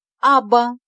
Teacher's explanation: Конечную алиф мы не произносим. Если мы эту конечную алиф прикроем рукой, то мы увидим, что мы произнесли только две первые буквы с огласовками под ними.